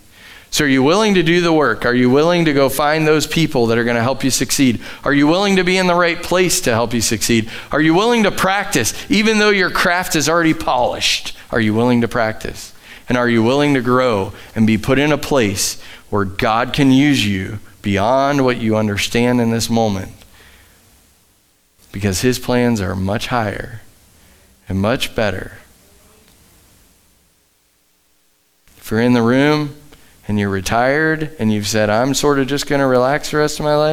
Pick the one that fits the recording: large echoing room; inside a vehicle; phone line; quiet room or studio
large echoing room